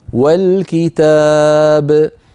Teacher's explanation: انتقلنا من الواو إلى اللام مباشرة وسقطت همزة الوصل في درج الكلام